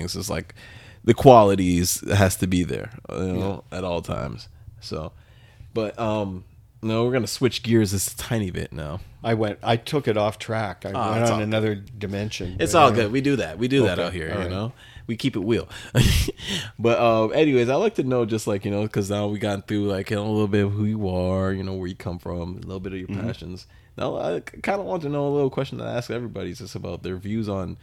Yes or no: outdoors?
no